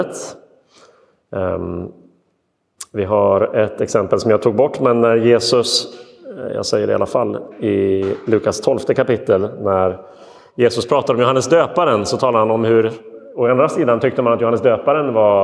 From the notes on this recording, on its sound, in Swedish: Inspelad i Roseniuskyrkan den 31 augusti 2022.